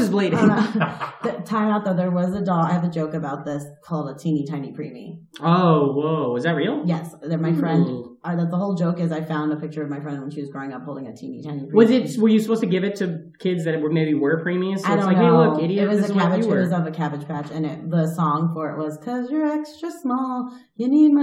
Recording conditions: poor sound quality